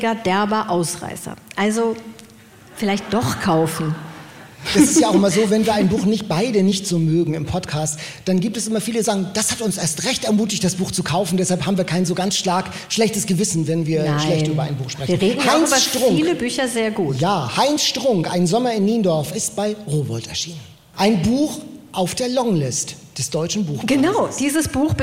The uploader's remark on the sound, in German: Live-Podcast mit Publikum. On Tour in der Fabrik in Hamburg.